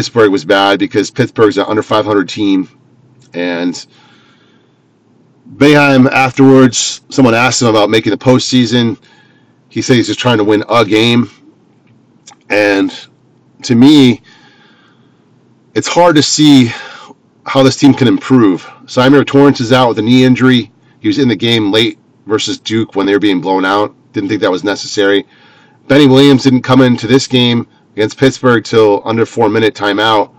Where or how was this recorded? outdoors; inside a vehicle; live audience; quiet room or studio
inside a vehicle